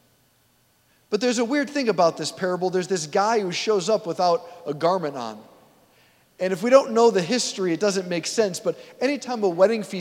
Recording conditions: large echoing room